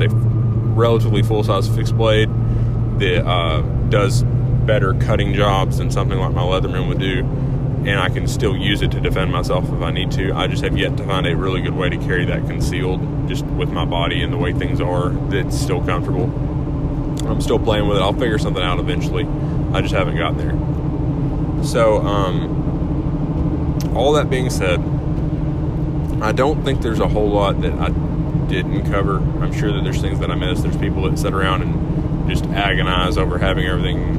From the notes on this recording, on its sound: Was recorded in truck on my way to work this morning so i apologize for any audio quality issues.